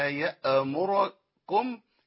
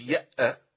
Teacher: الله يأمركم يأمركم ما تنفعش يأمركم مش يأ ما تنفعش خالص الهمزة ساكنة نقطع فيها صوت ونفس · Shown in: first take